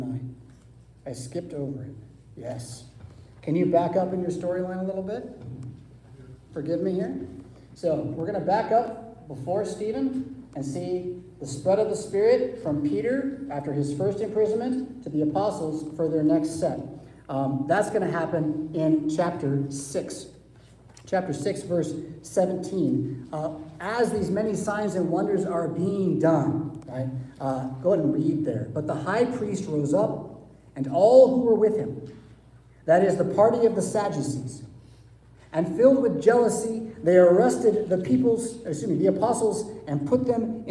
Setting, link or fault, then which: setting, large echoing room